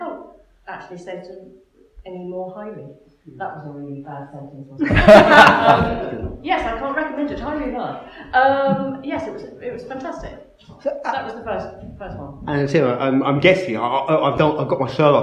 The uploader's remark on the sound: NVT 70th Anniversary LIVE! Recorded at the NVT studio theatre.